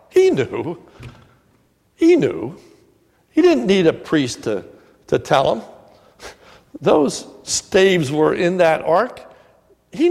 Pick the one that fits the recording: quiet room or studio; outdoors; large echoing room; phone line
large echoing room